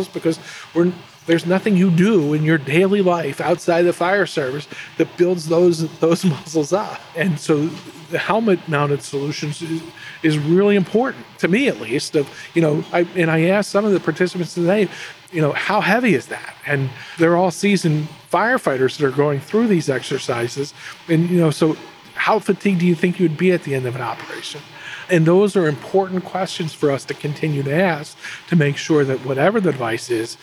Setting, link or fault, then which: setting, busy venue